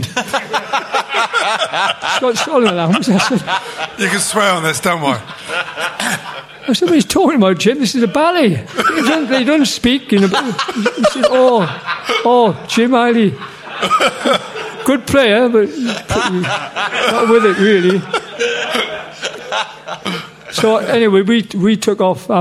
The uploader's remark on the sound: On this weeks show we are live from The Albany, Great Portland St